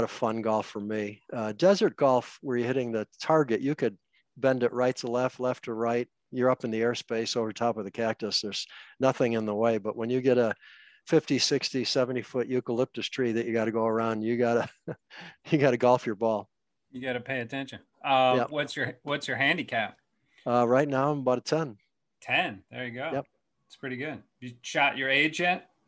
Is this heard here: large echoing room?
no